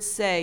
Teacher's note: you don't push a lot of air for the S. It's very slight. When your mouth opens for the A, it won't be a drastic opening.